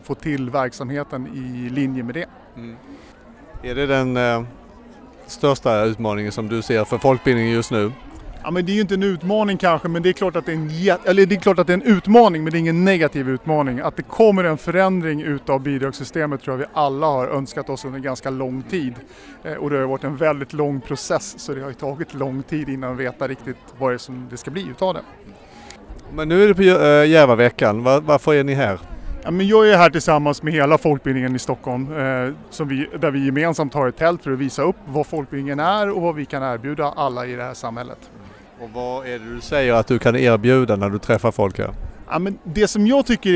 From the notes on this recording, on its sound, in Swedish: Folkbildningspodden ställer sex frågor till sex verksamma folkbildare under 2023 års Järvavecka i Stockholm med karuseller, film och partiledartal som ljudkuliss.